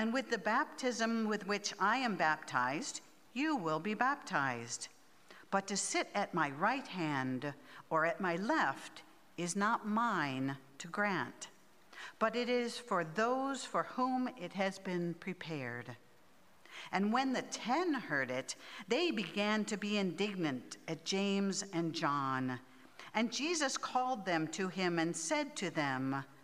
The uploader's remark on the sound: at Pender's Contemporary Worship Service